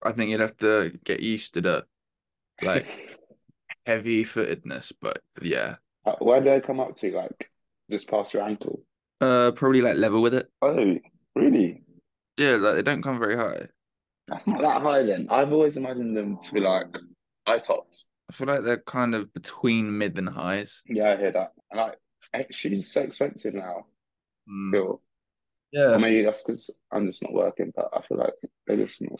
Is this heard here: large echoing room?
no